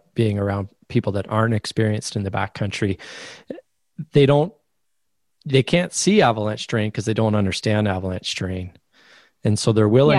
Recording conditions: video call